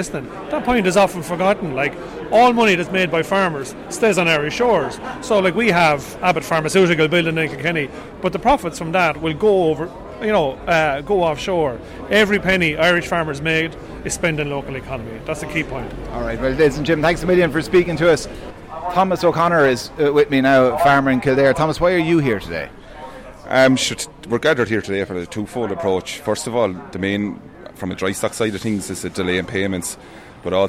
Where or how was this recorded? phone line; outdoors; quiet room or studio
outdoors